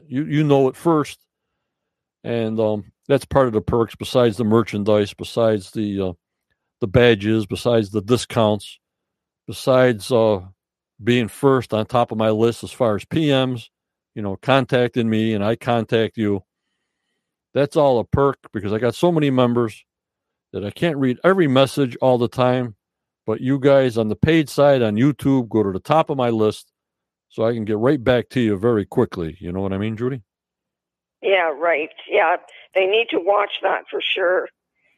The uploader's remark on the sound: From Canada on the Phone.